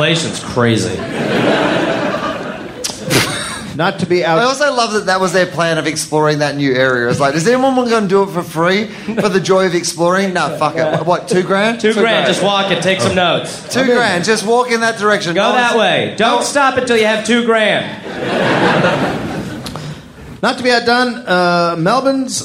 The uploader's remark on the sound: live in Sydney, Australia